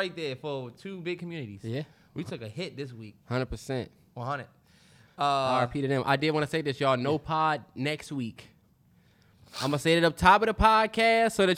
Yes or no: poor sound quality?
no